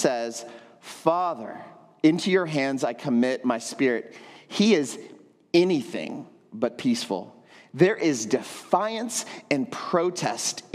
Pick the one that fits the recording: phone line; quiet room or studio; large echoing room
large echoing room